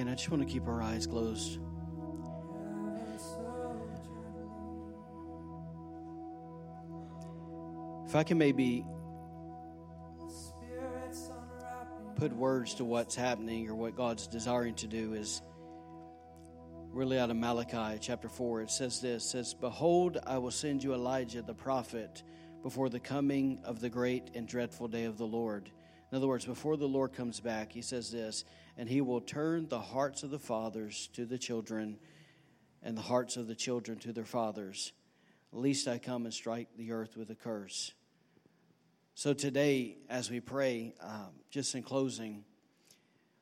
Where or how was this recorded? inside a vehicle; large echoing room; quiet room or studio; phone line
large echoing room